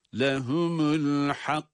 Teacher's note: Sonra kaf, kalkale sesi, tabi kaf harfinin sesi patlatılarak kalkale ile okunuyor. Ama cezimli.